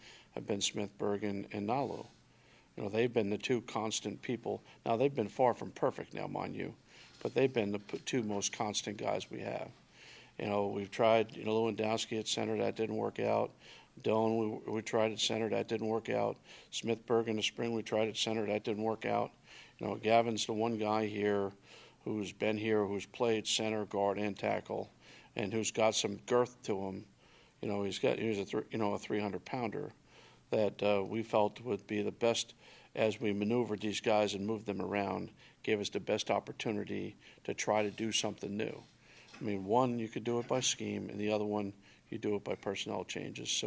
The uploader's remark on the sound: Press Conferences & Post-Game Interviews